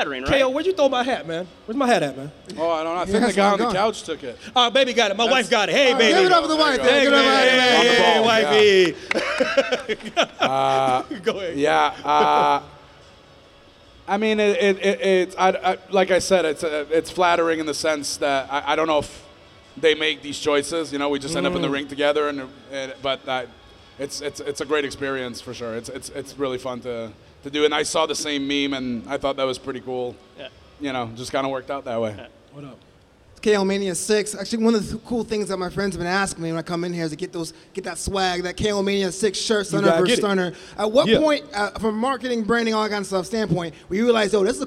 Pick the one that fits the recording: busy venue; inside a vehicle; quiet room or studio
busy venue